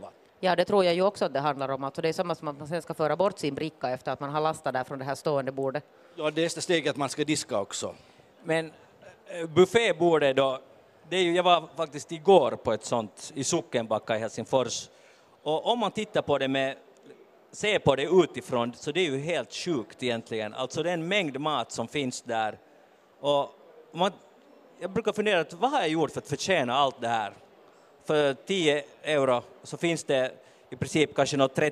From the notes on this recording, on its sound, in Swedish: Podden Live från Bokmässan.